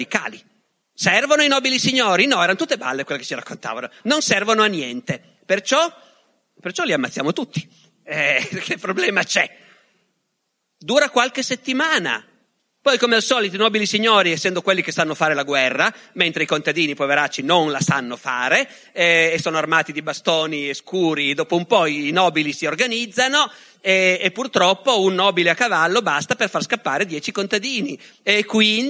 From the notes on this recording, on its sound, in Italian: Da LOGOS, il festival del CSOA eXSnia di Roma